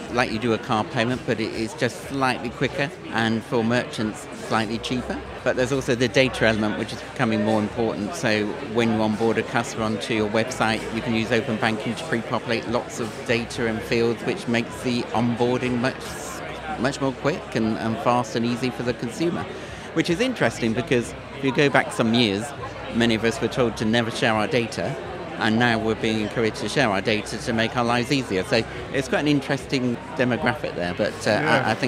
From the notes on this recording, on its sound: The third and final episode recorded at Fintech Talents. The event took place at The Brewery, London in November where we recorded a series of interviews from Andaria's booth with a number of the speakers and attendees.